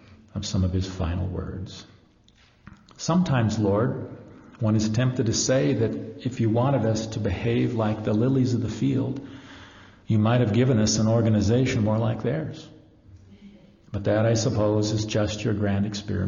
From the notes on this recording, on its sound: ACU Sunday Series. Live presentation.